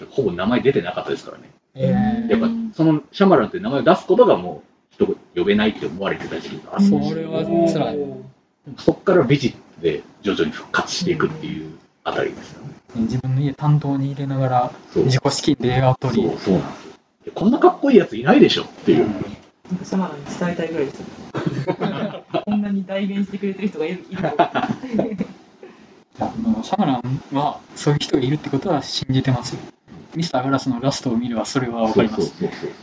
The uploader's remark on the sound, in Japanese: 録音環境の問題で低音質です。